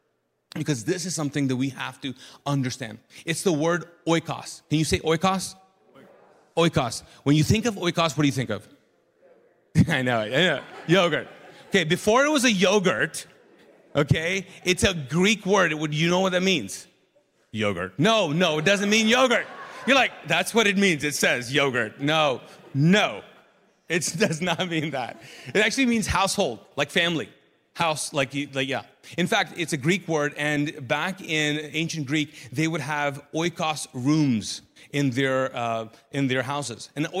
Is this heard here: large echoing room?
yes